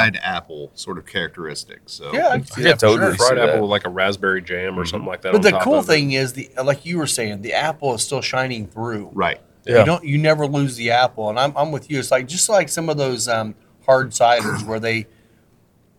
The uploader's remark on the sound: on Location at Spirits of French Lick